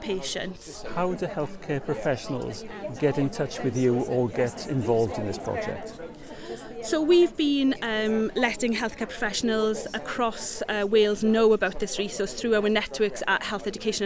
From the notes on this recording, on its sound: This edition of Airing Pain was recorded at the Living Well with Persistent Pain in Wales conference.